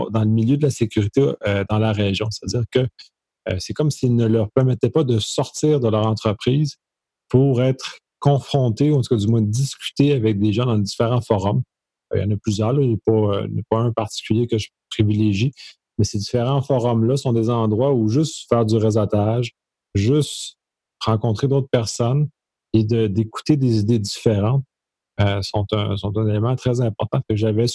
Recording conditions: video call